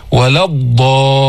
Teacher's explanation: ولا الضالين ما بنمد كتير، ما بنقول ولا الضا، مش هيك، ولا كمان بنقول ولا الضالين، لا هيك ولا هيك، ولا الضالين، حصل التشديد وحصلت الاستطالة